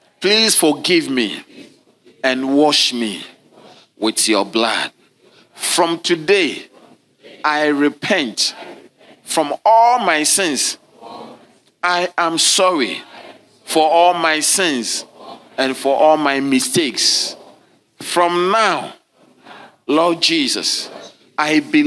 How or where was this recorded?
large echoing room